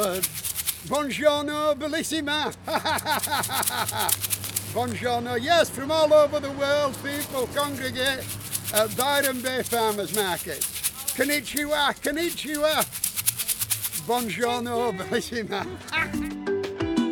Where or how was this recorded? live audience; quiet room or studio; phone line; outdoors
outdoors